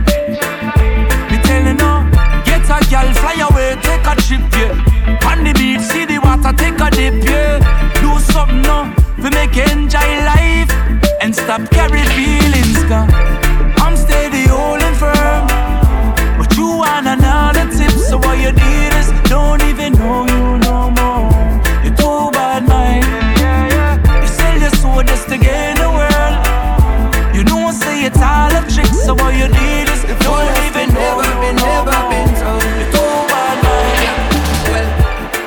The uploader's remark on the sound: RECORDED SET FROM RESIDENCY AT MISS LILY'S DUBAI.